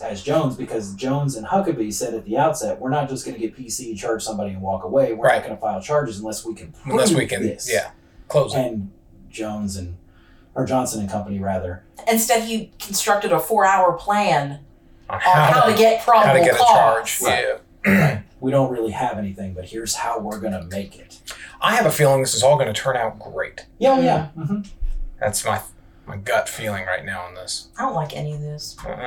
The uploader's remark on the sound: PLEASE BE ADVISED that the sound on this episode is terrible. The wrong input was selected so the episode recorded from the computer microphone instead of our sound board.